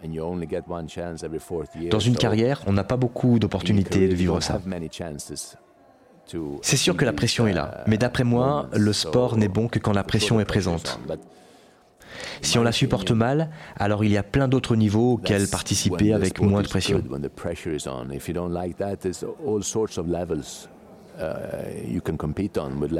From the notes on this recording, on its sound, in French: enregistré il y a quelques semaines au coeur du CHI de Genève